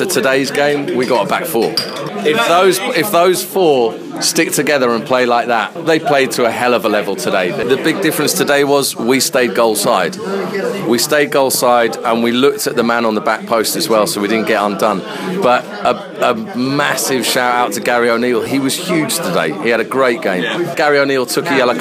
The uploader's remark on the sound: Live from the Kings Arms. We also chat with a few supporters in the pub.